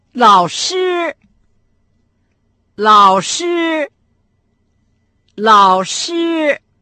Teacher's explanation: учитель или преподаватель по-китайски «лао-ши» – третий и первый тон.